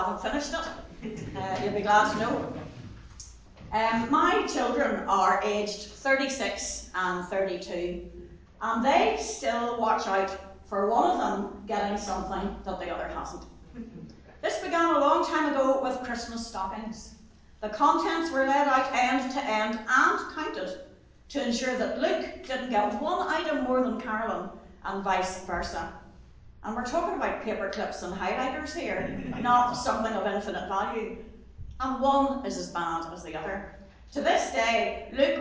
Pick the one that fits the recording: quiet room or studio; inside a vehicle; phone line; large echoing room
large echoing room